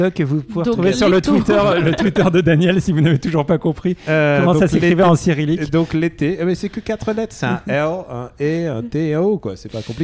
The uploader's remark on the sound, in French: En direct de la Quinzaine des réalisateurs. À La Malmaison (Cannes).